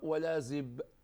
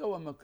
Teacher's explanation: كلاهما شفوي إلا أن الباء شديد جهوري انفجاري، والميم كأنها رخوة، والميم غنة فيها غنة · Term: حرف شفوي